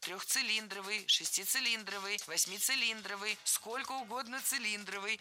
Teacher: Всегда ударение ставим на слог «ли», как и в исходном прилагательном без первой части цилиндровый.